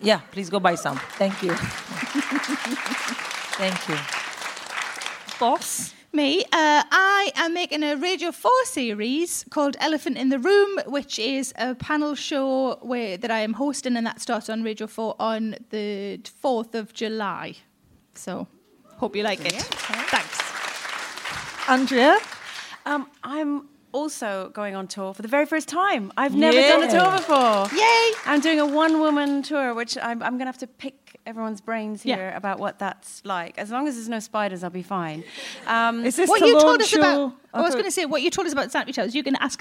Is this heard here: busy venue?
yes